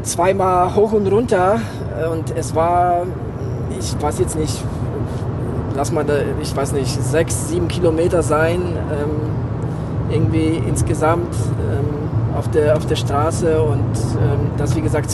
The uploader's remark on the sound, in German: Diese Folge haben wir nach dem Kinzigman Triathlon im Auto auf dem nachhause Weg aufgenommen.